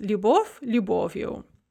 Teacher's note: But when we add this instrumental ending, the fleeting о does not drop. And the stress remains on the о, which remains in place.